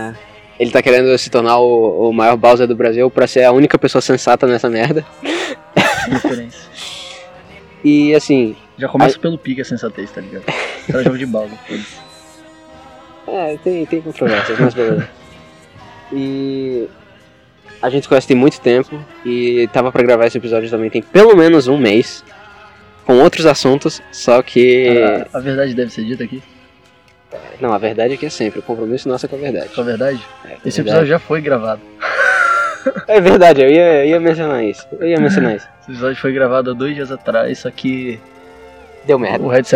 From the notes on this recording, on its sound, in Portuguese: O áudio não ficou tão bom porque foi gravado ao ar livre